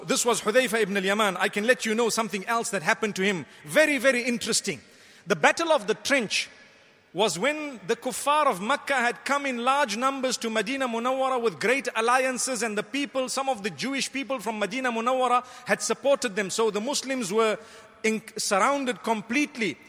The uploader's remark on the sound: Delivered at Tuanku Mizan Zainal Abidin Musjid